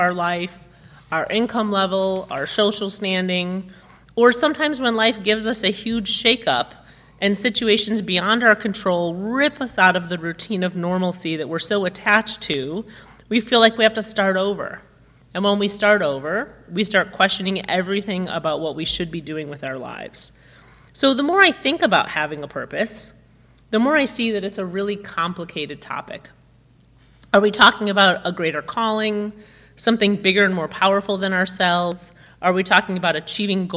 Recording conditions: large echoing room